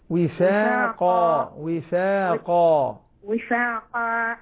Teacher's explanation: وفاقا إنهم يعني لا تخلي الفاء والقاف نفس المستوى، يقول وفاقا نفس المستوى، الفاء مستفلة القاف مفخمة